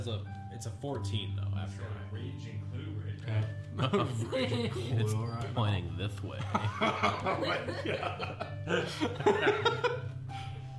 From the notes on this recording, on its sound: Disclaimer: Audio may be quiet, we apologize for any difficulties.